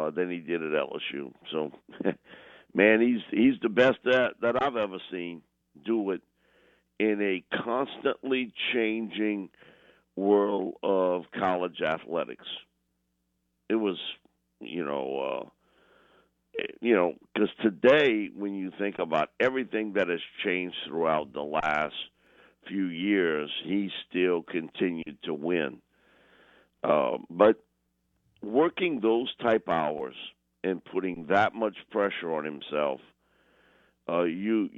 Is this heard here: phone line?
yes